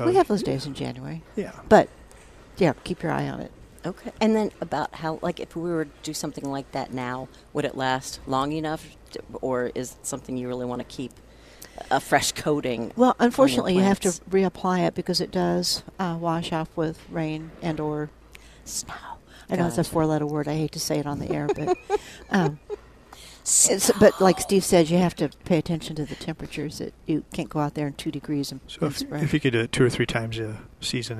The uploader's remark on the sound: Live at Prairie Gardens 11-20-21